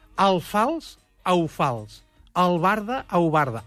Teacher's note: l'antic article àrab al, en català tendeix a canviar per un diftong